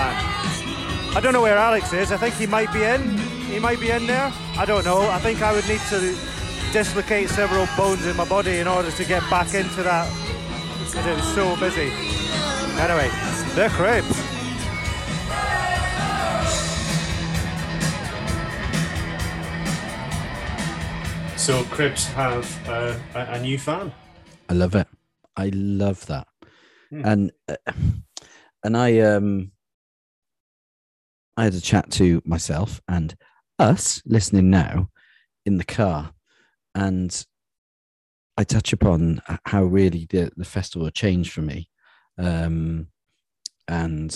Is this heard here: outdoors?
yes